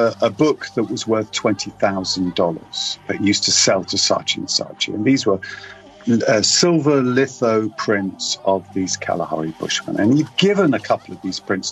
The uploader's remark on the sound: Original audio recorded in the field. Close to their homes in the Nyae Nyae Conservancy.